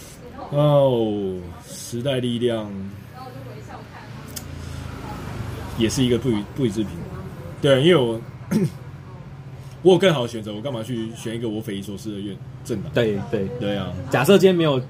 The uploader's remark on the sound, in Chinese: 錄音地點：牽咖啡 Chen Coffee